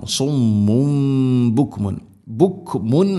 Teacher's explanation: തൻവീൻ വന്നാൽ ശേഷം ബ വന്നാൽ ഇഖ്ലാബ് തൻവീനിനെ മീമാക്കി മാറ്റണം